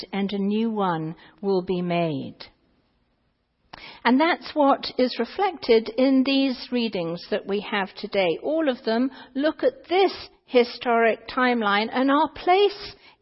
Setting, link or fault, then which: setting, large echoing room